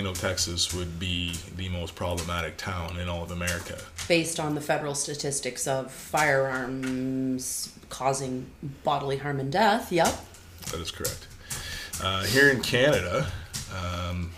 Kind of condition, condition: fault, sounds in the background